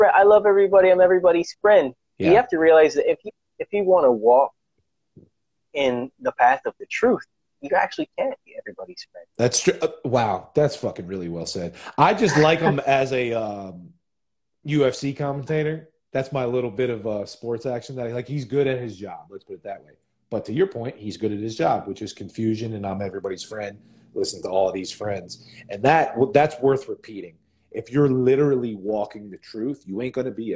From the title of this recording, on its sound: LIVE on Instagram